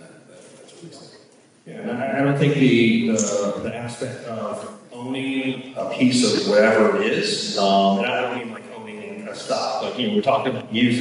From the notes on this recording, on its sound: In a conversation live from Town Hall for NFT.NYC!